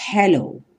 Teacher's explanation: O primeiro é o som do H em inglês, que é esse som correspondente ao dos dois R's em português, como em carro ou carroça.